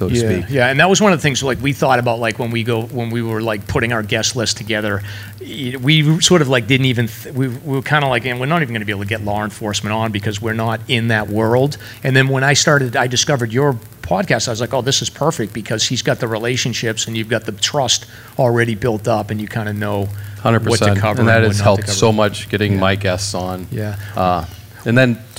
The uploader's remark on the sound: Live Show at Reklis Brewing. Live from Reklis Brewing Company.